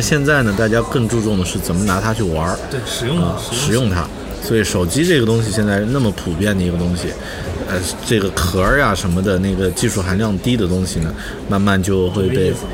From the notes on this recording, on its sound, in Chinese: 现场·MacworldAsia2014。一年一度的Macworld iWorld Asia大会已经举行了第四届啦。在大会现场制作了一期关于Macworld大会的节目。We got a new Macworld Asia Expo in Beijing in August, the 4th one.